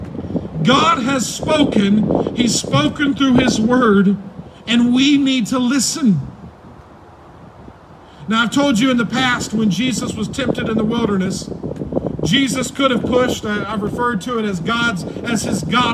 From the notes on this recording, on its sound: preached on May 3, 2020 at the Tarrant Bible Methodist Church drive-in service